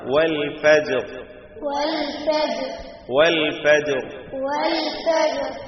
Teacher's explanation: ആ സുക്കൂനുള്ള റായിൽ നമ്മൾ വഖഫ് ചെയ്തു, സുക്കൂൻ നൽകിക്കൊണ്ട് വഖഫ് ചെയ്തു, ആ റായിന് സുക്കൂനാണ് തഫ്ഖീമാണുള്ളത്. വൽ ഫജ്ർ എന്ന് തർക്കീഖായി പോകരുത്.